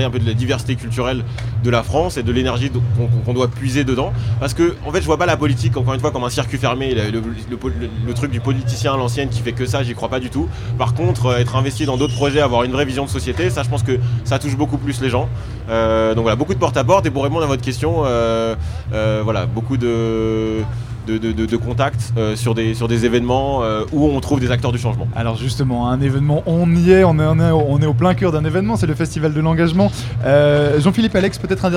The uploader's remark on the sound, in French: Emission spéciale au Festival de l’Engagement ! Radio Campus Paris a délocalisé son studio au beau milieu de la Place de la République pour interroger les associations présentes au Festival de l'Engagement.